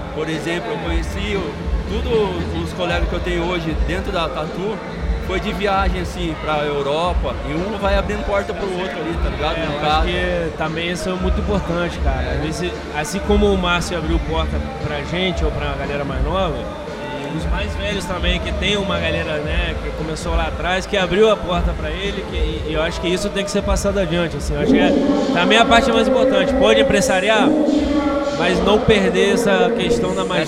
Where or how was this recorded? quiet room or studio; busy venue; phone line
busy venue